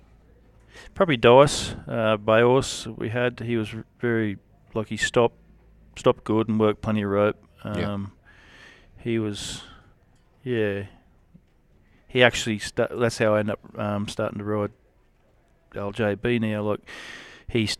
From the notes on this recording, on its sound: sit down at the memorial roping just outside Warwick the weekend before the APRA National Finals